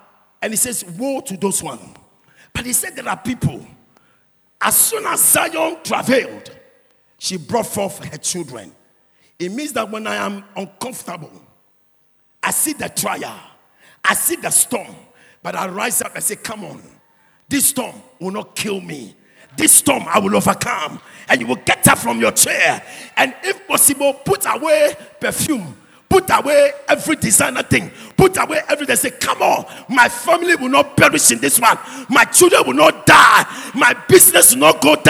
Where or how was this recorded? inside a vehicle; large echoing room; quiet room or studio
large echoing room